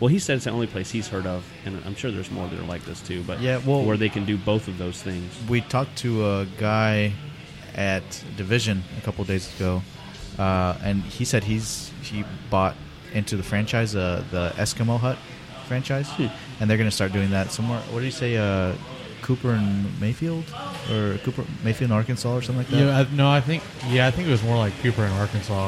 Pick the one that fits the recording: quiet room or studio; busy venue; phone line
busy venue